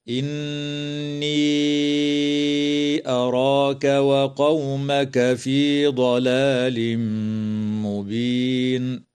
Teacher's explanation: النون المشددة من كلمة إني تغن بمقدار حركتين، وتمد الياء في هذه الكلمة حال الوصل بمقدار أربع أو خمس حركات من قبيل المد المنفصل.